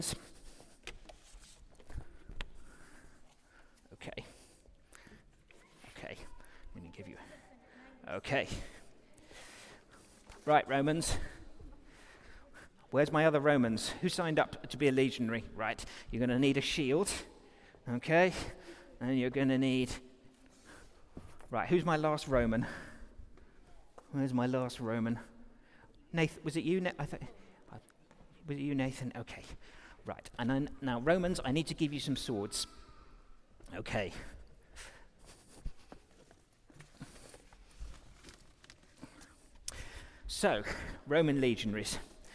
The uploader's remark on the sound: Recorded during our all-age service